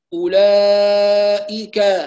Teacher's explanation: الكاف المفتوحة لا يبالغ فيها من حيث الهمس، فالحركة تضعف الصفة، لا نقول كا كا، لا كا كا كا هكذا أولئك، وننتبه إلى كسرة الهمزة وإلى فتحة الكاف، ليس آ إي وليس كا كا، يبقى أو هذا الضم، لا هذا الفتح، إي هذا الكسر، كا هذا الفتح.